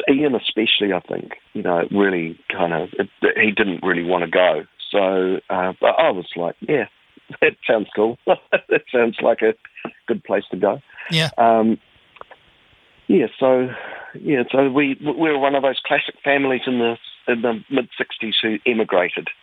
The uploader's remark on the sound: An in-depth chat over the phone